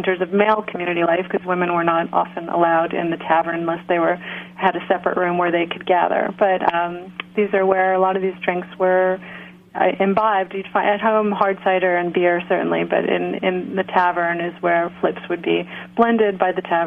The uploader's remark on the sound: via phone